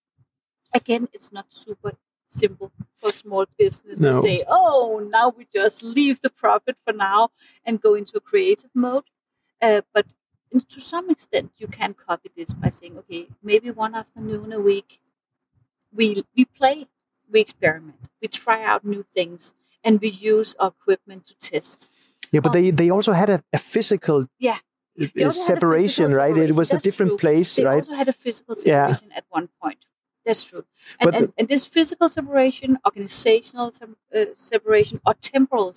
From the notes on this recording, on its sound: did not set the microphones correctly, but hopefully, it is well enough polished in post-production for you to extract the meaning.